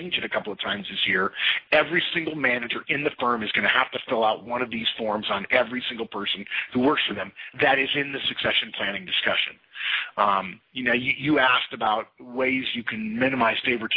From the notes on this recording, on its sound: March 2011 Conference Call